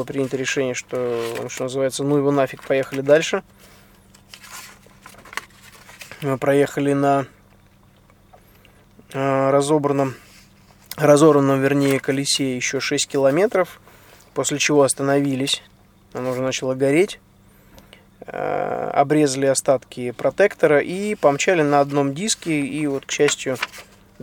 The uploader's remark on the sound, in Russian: Этот выпуск я записал на бивуаке посреди пустыни в Марокко, после финиша СУ4 ралли-марафона AFRICA ECO RACE 2016.